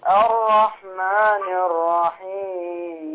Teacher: الراء مشددة مفتوحة، يعني هنا هتفخم، وناخد بالنا أحذر من التكرير، لأن من صفات الراء التكرير، والتكرير منهي عنه.